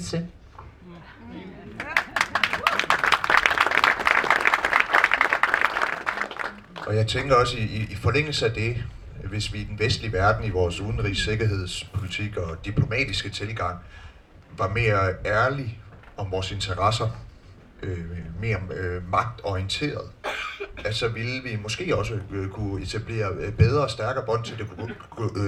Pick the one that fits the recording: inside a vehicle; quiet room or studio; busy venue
busy venue